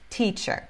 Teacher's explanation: Então, a gente sempre vai falar T. T, não é chi, ok?